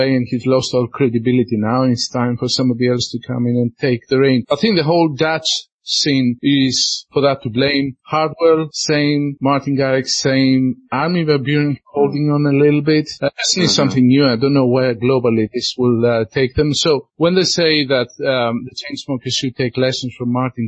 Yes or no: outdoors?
no